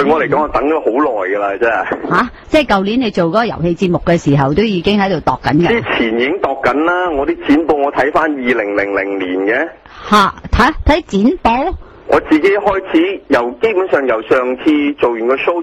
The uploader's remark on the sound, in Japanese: 商业一台。電話訪問。